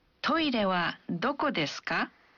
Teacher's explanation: kita biasanya menambahkan ka di akhir kalimat dan mengucapkan kalimatnya dengan intonasi yang menanjak.